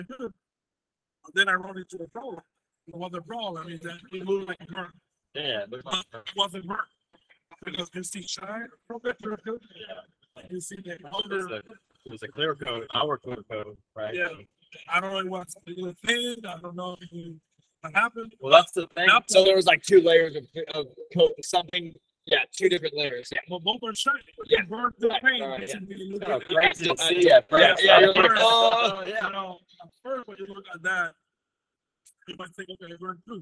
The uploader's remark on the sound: MTE Radio Row Recording. The audio won't be as good as normal because it takes places during the show. We had multiple different guests.